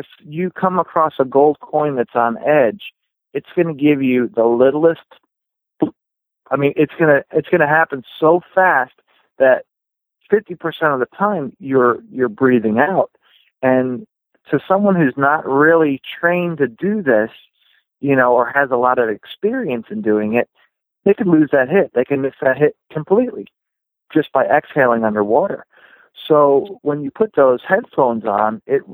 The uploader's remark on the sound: Telephone interview.